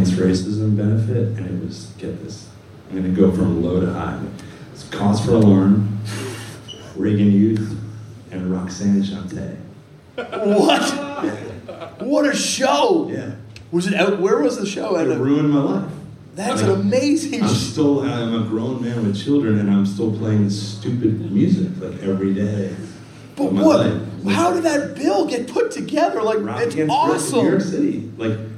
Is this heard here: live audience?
yes